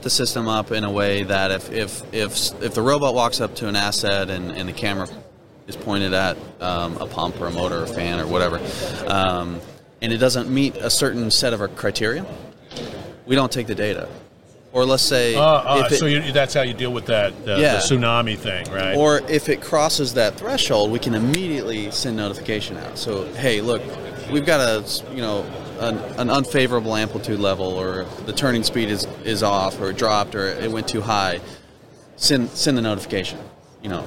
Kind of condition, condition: setting, busy venue